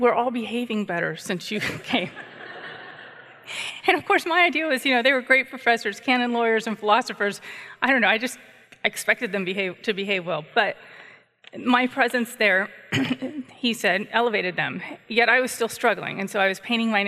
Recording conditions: live audience